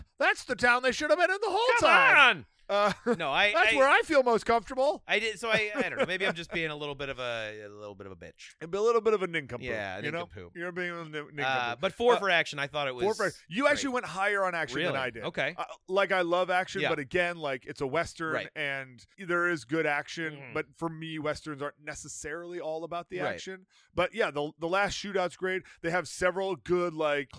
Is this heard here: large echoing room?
no